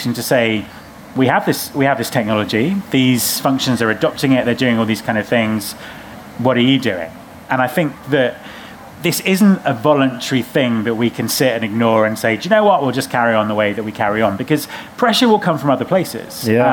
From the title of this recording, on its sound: Live at RecFest